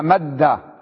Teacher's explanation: مدادة بفك الحرفين، فلما أدغمناهما قلنا مدة، وهذا أيسر في النطق